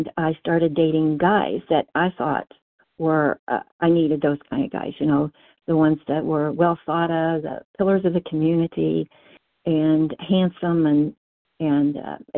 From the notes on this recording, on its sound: 100 Pounders Phone Meeting